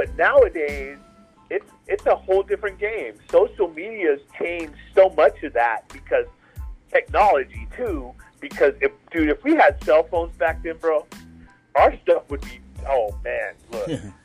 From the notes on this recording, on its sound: The Sloppy New Year LIVE. Call in with guests.